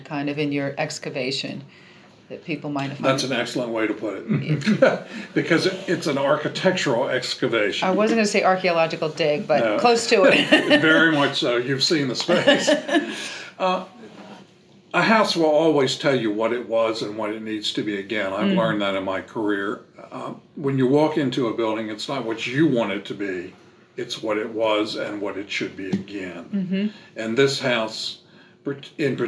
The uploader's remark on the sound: Records live at the Belmont Mansion.